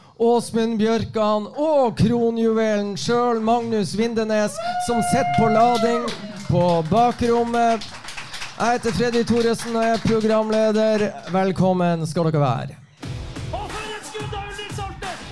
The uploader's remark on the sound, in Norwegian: Episoden ble spilt inn foran live publikum på Sportsbaren i Bodø.